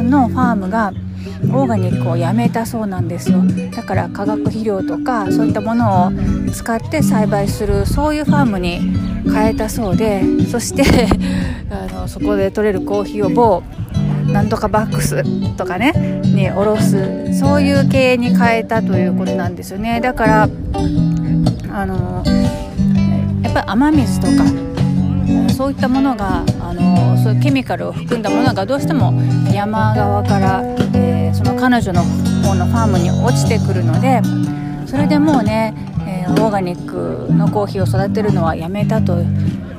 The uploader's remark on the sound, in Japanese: 土曜日のファーマーズマーケットで収録してきました。ローカルな雰囲気が伝わったら嬉しいですが、いかがでしょうか。